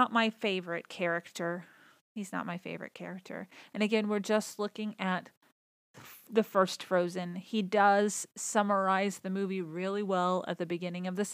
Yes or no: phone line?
no